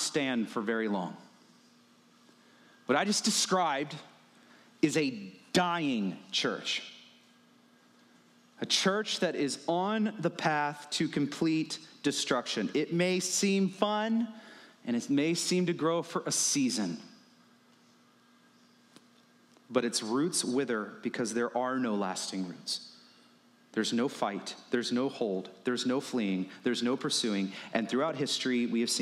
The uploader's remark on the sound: The following audio was recorded at Stone Oak Bible Church.